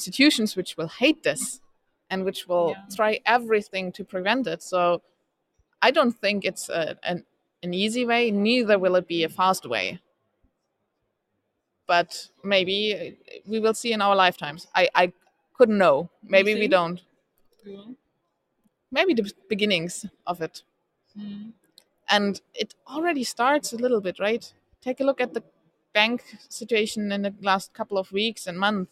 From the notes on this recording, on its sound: LIVE at the Crypto Assets Conference 2023A in Frankfurt